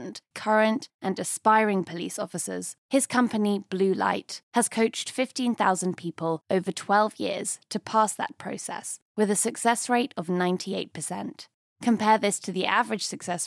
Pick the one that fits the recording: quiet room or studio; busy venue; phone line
quiet room or studio